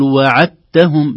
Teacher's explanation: والدال والتاء من الحروف المتجانسة التي تدغم في بعضها · Term: حرفان متجانسان